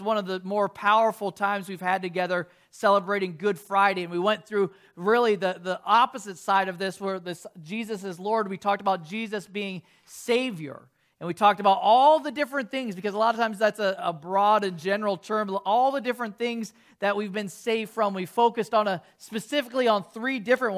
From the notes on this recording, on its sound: 8:30AM service video soundtrack